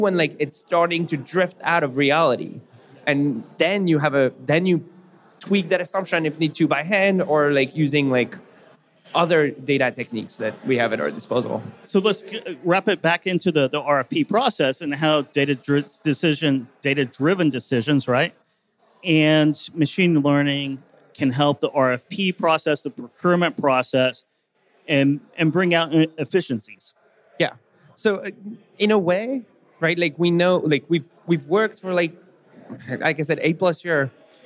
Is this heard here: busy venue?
yes